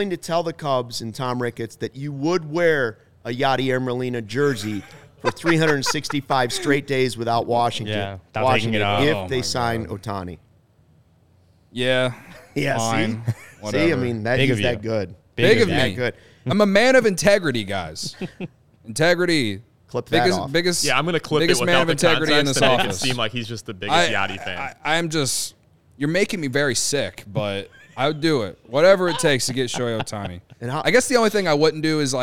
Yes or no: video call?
no